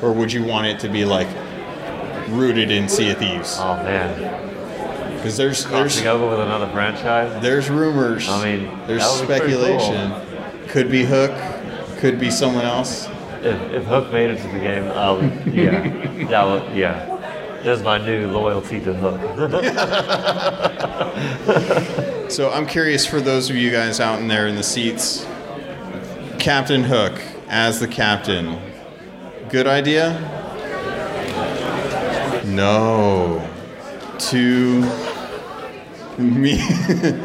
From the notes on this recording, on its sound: This is the live recording from the Sea of Thieves Fest in the UK. The audio will have a lot of background chatter as we were in a large hall with lots of folks buying and selling props and art.